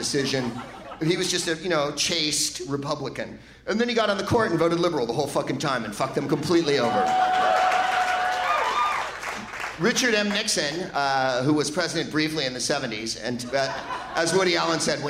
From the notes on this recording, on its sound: Live from the Varsity Theater in Minneapolis